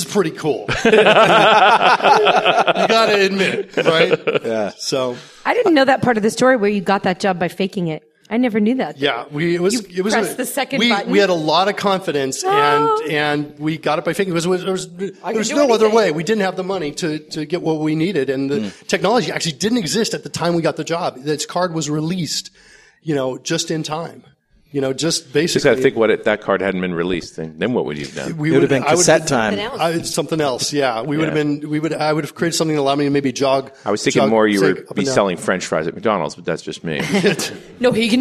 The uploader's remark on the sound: Live in Richmond, VA